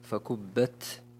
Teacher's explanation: ينتبه القارئ بتحقيق صفة الهمس في قول الله عز وجل فكبت فالتاء، كما لا يخفى أنه من حروف الهمس المجموعة في قوله فحثه شخص سكت، وكذلك بتفخيم الغنة في قول الله عز وجل ومن ضل، لأن الضاد من حروف التفخيم والغنة تتبع ما بعدها تفخيما وترقيقا.